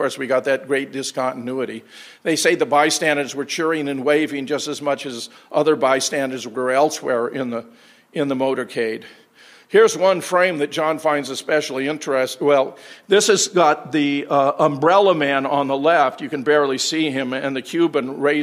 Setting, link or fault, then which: setting, live audience